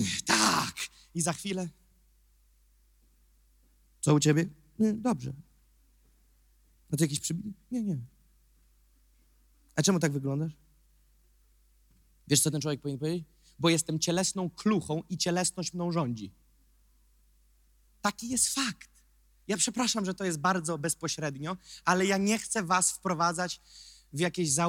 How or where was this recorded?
large echoing room